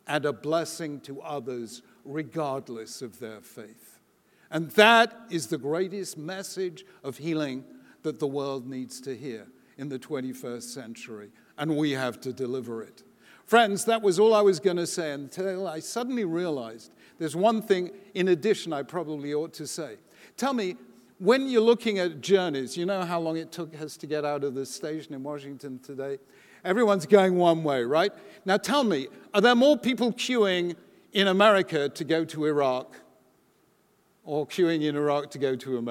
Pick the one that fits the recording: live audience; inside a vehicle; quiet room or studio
live audience